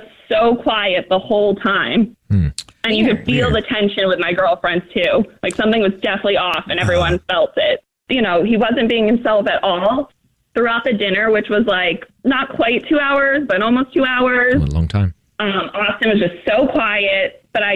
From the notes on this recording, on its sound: War of the Roses is when someone calls The Jubal Show because they think that their partner is cheating so we call them offering services in order to catch them cheating. The woman on the phone thinks that her boyfriend is cheating because of something the server told her friend!